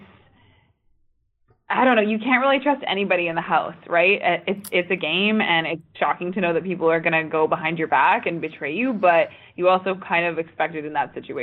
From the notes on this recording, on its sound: Phone Interview.